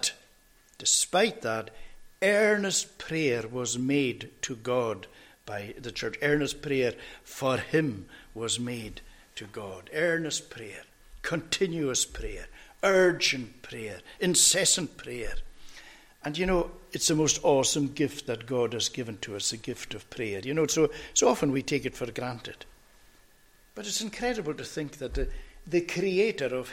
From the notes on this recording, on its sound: recorded at North Harris Free Church on the morning of Sunday 23rd October 2022